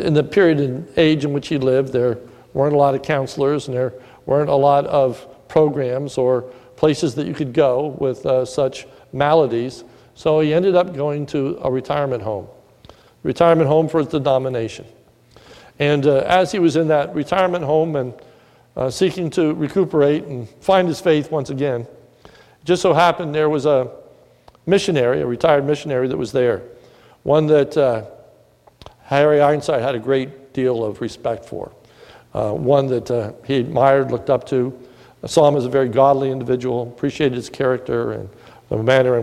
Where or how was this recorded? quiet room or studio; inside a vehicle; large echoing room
large echoing room